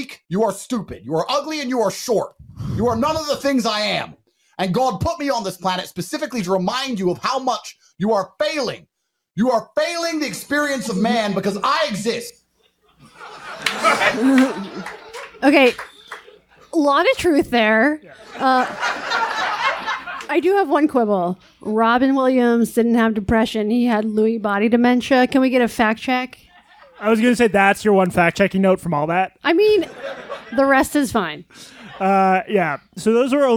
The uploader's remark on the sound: Live From The Village Underground In New York City. This recording of a live BARPod show in NYC. A livestream of the entire event.